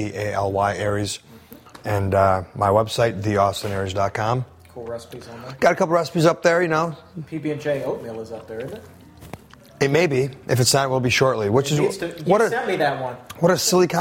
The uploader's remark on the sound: This show was taped live at Café of India in Washington, DC.